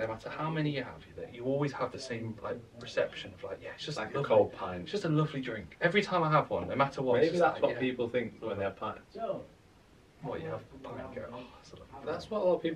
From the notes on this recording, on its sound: Apologies for the sub optimal audio today.